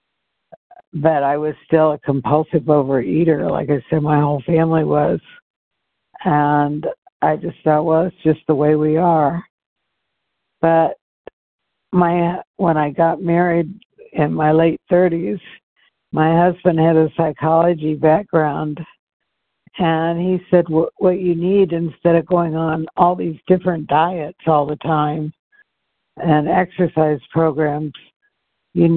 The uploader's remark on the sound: from the 100 Pounders Phone Meeting